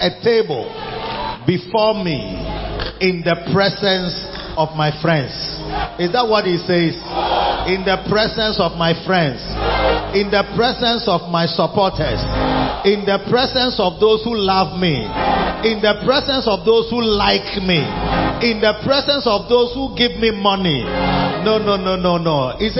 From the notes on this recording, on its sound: Preached at the Victory Secrets Service - Makarios Cathedral, HQ. Preached at the Victory Secrets Service - Makarios Cathedral, HQ.